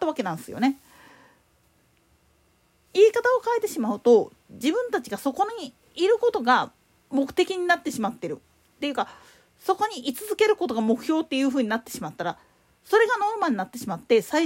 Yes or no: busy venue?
no